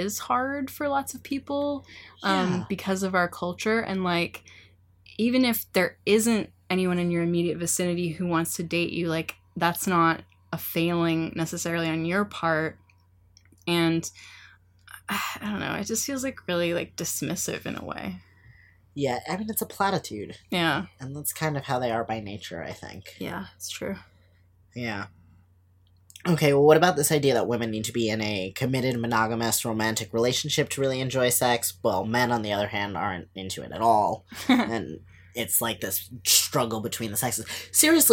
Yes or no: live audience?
no